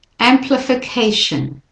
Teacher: the LI and the FI, those two I's, are said more weakly.